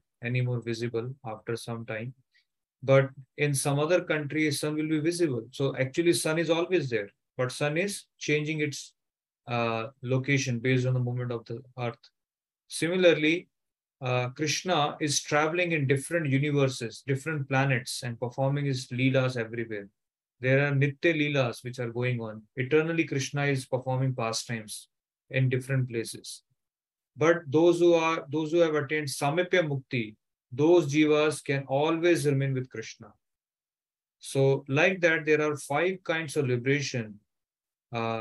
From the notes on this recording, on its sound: Zoom recorded class.